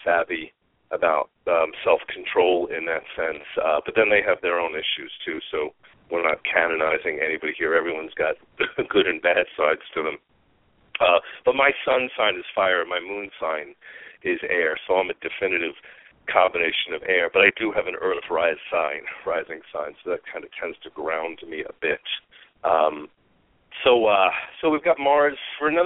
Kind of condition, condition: link, phone line